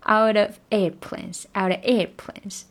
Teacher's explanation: 他为了强调 air，所以他把 F 给吞掉了 · airplanes 这个 air 要重读一下，然后 out 其实 out of out of airplanes 可以理解为 out of 的 of 的 f 给也也给被吞掉了。也被吞掉了。